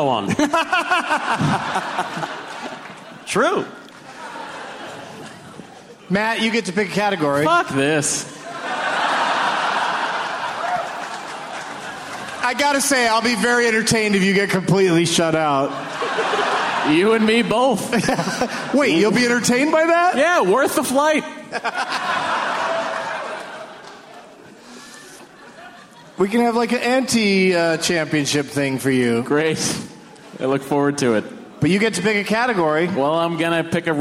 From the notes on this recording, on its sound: Recorded live at the Neptune Theatre in Seattle, Washington on May 23, 2014.